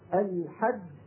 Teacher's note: هذه الجيم الأولى خرجت بالتصادم بين طرفي عضو النطقي لأنها مدغمة